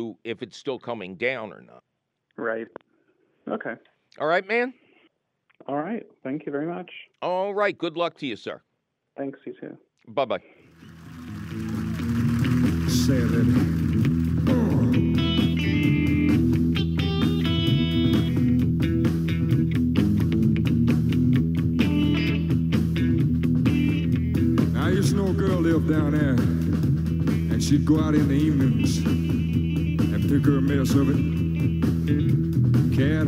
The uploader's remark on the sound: your Garden tone phone calls